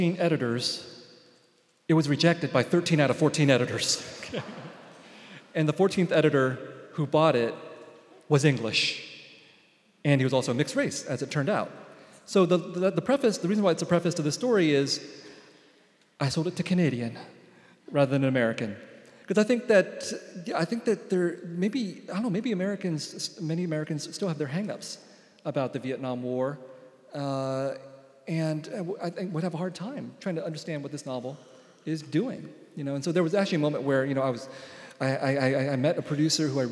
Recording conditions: live audience